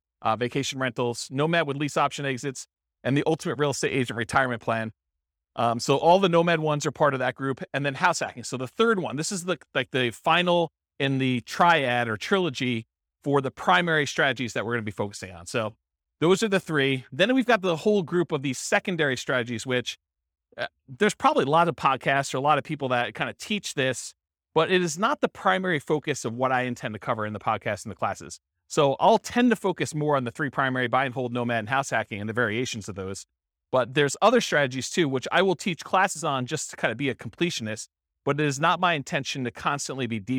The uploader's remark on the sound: This was a live class recorded